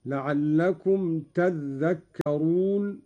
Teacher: قوله تعالى: لعلكم تذكرون، قرأ قالون بتشديد الذال هكذا: لعلكم تذكرون، على إبدال التاء ذالا وإدغامها في الذال